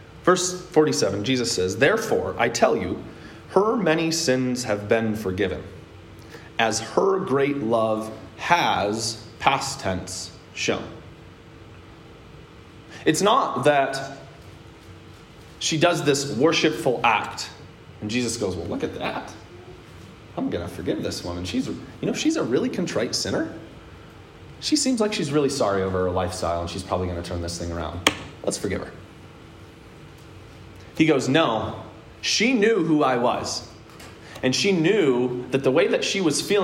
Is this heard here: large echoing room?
yes